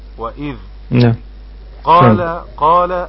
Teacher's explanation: الكلمة مرققة عدا حرف القاف فهو مفخم في أعلى درجات التفخيم، لأن بعده ألف وهو مفتوح، نقف عليها بالسكون.